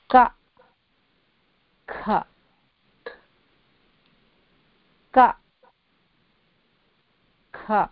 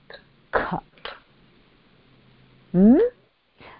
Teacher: The middle of the tongue is just resting in the mouth. The back of the tongue rises and it touches the very bottom of the throat, blocks the air, releases the air, and out comes the sound ka.